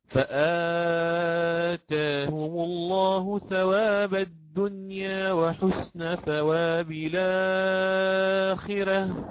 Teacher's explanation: يقرأ بتوسط البدل مع تقليل ذات الياء